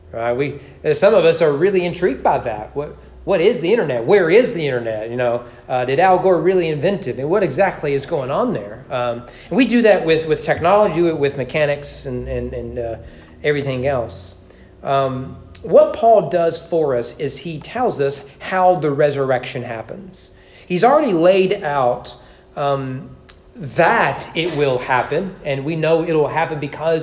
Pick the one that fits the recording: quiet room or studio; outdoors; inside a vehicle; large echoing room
large echoing room